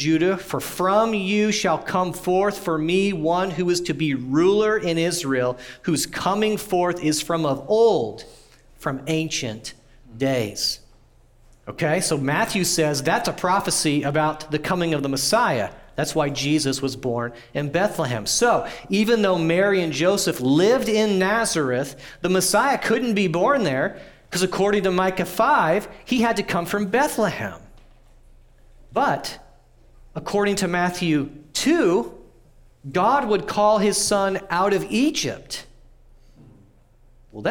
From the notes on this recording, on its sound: audio from New City Church in Champaign-Urbana, IL